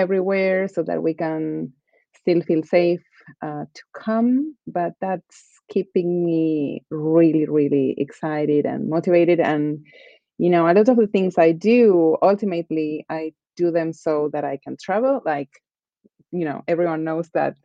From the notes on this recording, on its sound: For this global recording. Join us from Argentina and Finland.